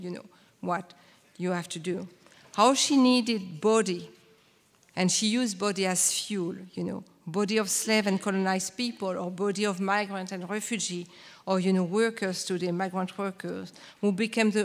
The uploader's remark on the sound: Lecture performance, dialogues, talk. In the oldest and largest anatomy lecture hall at Berlin’s Charité.